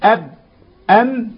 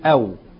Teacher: الباء والميم بانطباق والواو بانفتاح. الباء والميم هتنطبق الشفتين أب أم، لكن الواو هتنفتح الشفتين أو.